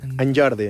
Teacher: En Jordi, sí, és palatal. O sigui, és una ena palatalitzada. És a dir, que els sons, diguem-ho, en contacte amb altres sons, canvien el seu punt d'articulació.